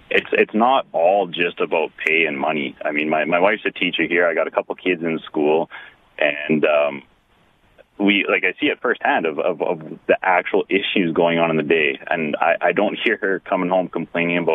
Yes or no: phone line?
yes